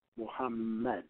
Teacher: So we really have it in effect as far as grammatical structure and correctness, Muhammadun. But we just simply cut off the un and say Muhammad.